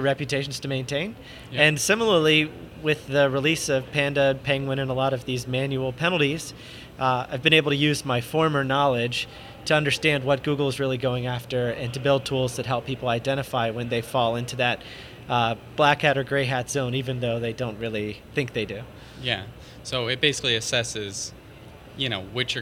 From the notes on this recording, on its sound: In this podcast recorded at Pubcon Las Vegas 2014